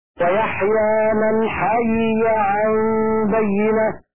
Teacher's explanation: بالإظهار وكسر الياء الأولى فتح الثانية على الأصل